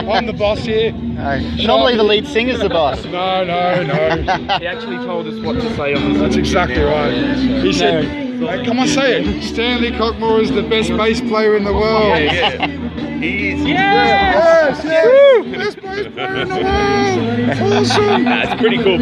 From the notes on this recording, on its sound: I recently was at the famous Bellatta Golf club for the Beers At Bellatta festival for Australia Day